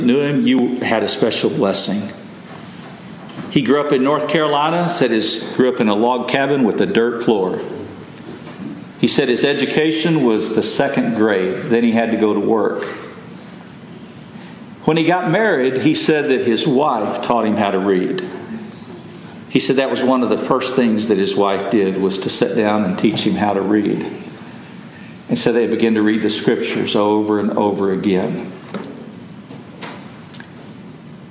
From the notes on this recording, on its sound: Message delivered Sunday, December 3, 2023 at Mt Carmel Primitive Baptist Church, Bel Air